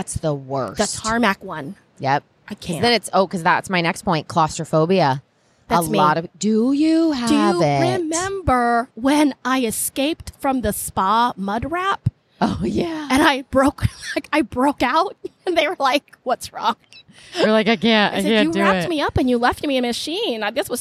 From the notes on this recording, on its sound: On location at Podfest Orlando.